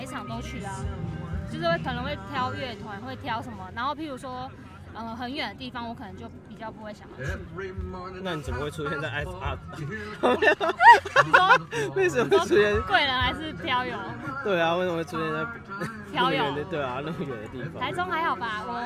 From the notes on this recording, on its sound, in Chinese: 野外錄出。在意音質者請注意！！！！錄音來自2020年漂遊者音樂祭現場收音。